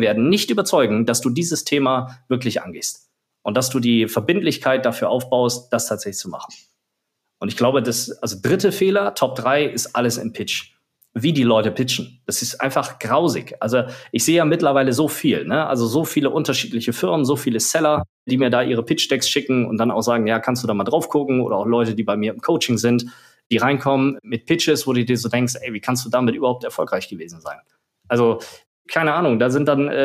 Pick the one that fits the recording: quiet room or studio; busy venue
quiet room or studio